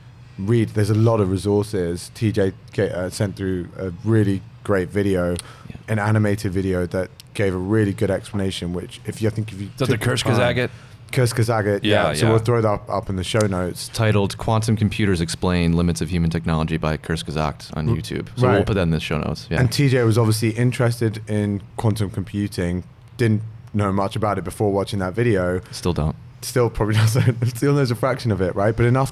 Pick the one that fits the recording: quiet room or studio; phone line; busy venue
busy venue